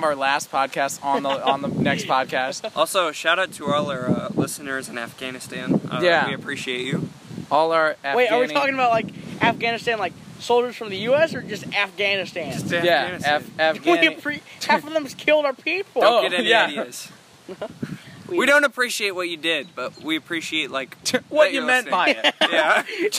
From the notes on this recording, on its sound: Sorry about the wind.